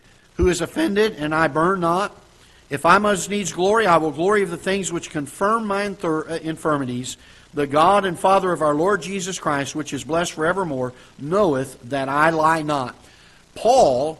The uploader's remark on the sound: Ketha Heights Baptist Church ~ Live Broadcast